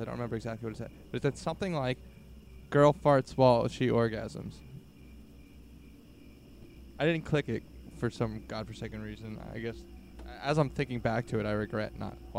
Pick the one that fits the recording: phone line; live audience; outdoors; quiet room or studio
outdoors